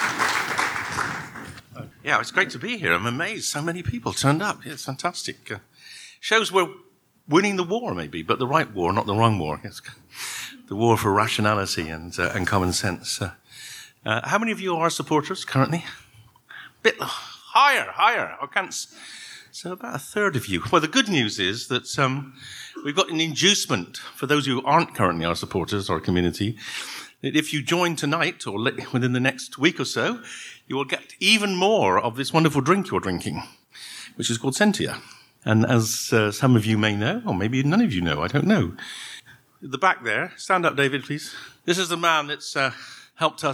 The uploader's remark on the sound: A podcast recorded live at the book launch of ‚Drug Science and British drug policy’. We’re going to hear panel discussions.